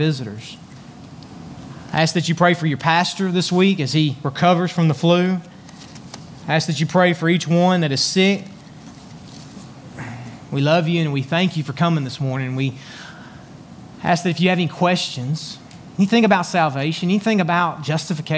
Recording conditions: large echoing room